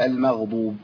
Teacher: الميم لا تفخم والميم ترقق دون مبالغه